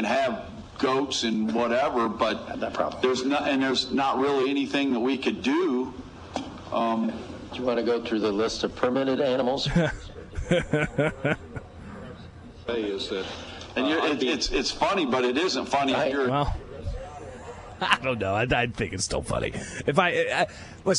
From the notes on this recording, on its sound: Live from the Illinois State Fair